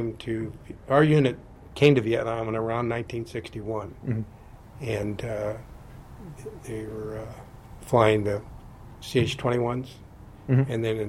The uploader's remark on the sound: The episode was recorded onsite at the fab Pima Air and Space Museum